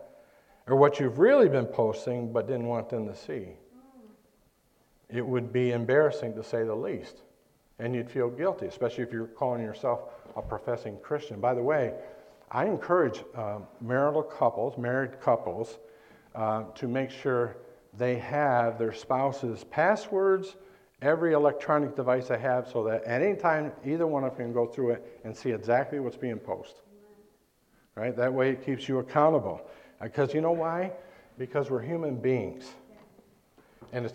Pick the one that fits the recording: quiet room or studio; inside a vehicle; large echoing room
large echoing room